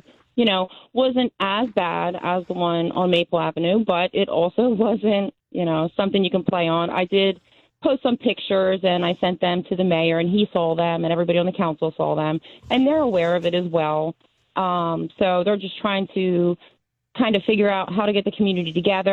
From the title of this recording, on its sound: gets the Mayor on the phone